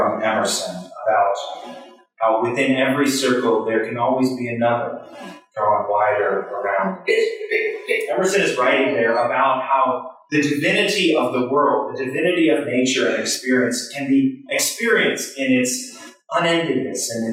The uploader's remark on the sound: Sermon recorded in the Chapel at Union Congregational Church Sunday July 2, 2023.